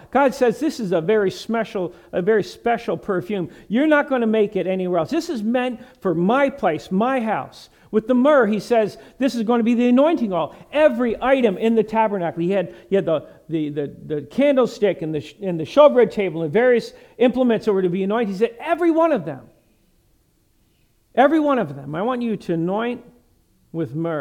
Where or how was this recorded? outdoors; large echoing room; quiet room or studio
large echoing room